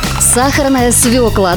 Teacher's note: В существительном ударение всегда падает на первый слог.